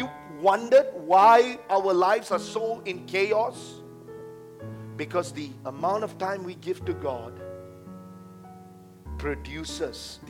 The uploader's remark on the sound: A message preached during our Tuesday service